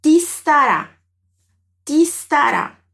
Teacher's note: A partícula ti vai se juntar com o verbo starà. E vamos pronunciar como se elas fossem parte de uma única sílaba. Então, o ti já vai puxar o som do S para ele emendar tudo.